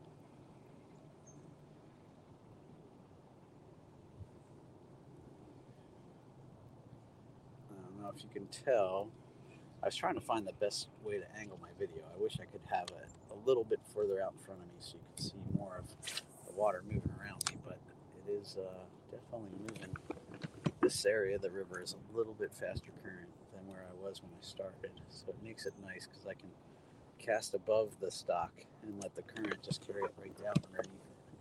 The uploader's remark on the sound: Comes at you live on the water as he runs you through how he approaches a body of water.